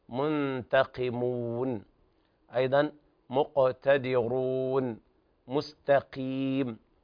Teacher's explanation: بالقاف الصحيحة التي تخرج من أقصى اللسان مع ما يحذيها من الحنك الأعلى